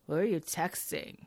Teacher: she has that vocal fry in her voice, but a very flat voice.